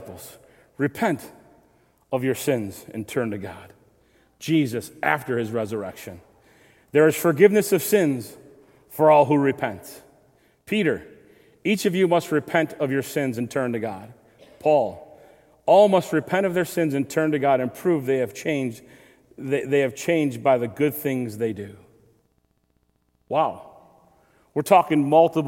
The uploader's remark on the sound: Recorded February 26, 2023, at Southtowns Christian Center.